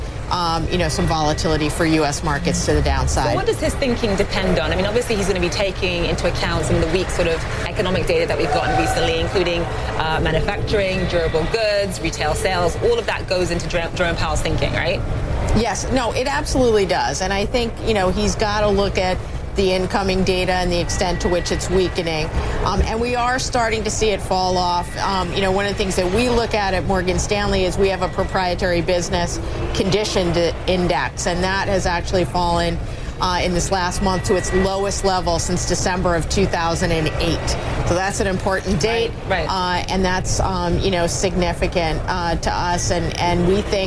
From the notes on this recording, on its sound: live from the New York Stock Exchange